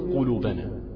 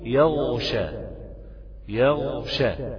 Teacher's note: بين الغين التي في يغشى خوف اشتباهها بخاء يخشى، لابد أن تقول يغشى يغشى.